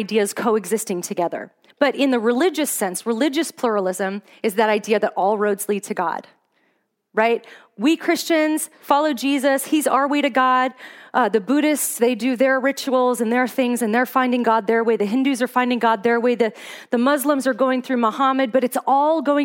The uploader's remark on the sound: Today's podcast is an audio recording of a talk I gave at a women's conference in Fairbanks, Alaska.